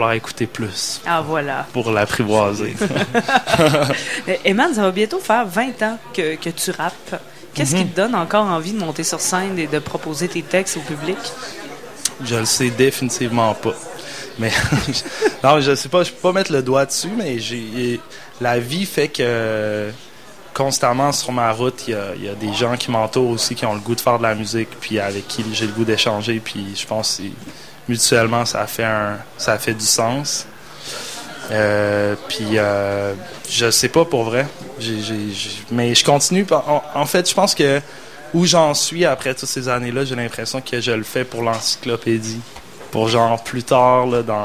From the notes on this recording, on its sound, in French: Au Festival d'été de Québec, sur les ondes de CKRL 89,1 en direct du bar Le Sacrilège.